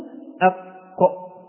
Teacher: خرجت القاف من أقصى اللسان وكان اللسان فوق